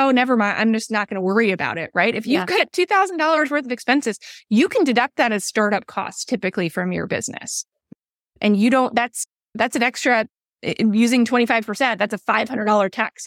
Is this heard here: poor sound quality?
no